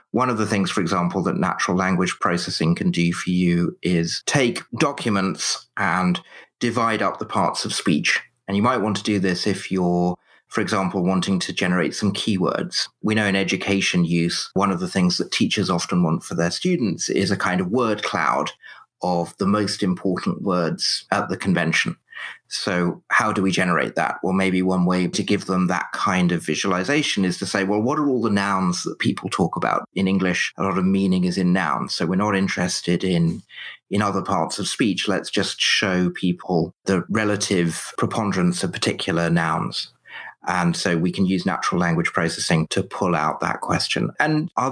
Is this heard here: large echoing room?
no